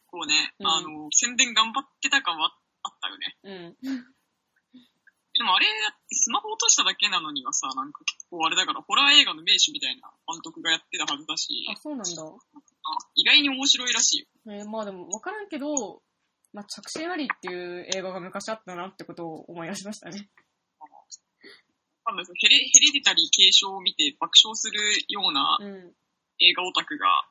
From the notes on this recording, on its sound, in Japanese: 今回輪をかけて聞き取りづらいです、スカイプ収録のため。僕の声量の問題かも！